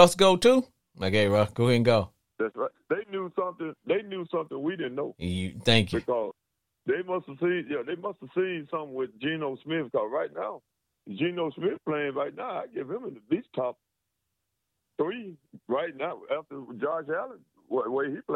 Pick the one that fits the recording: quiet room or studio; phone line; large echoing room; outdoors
phone line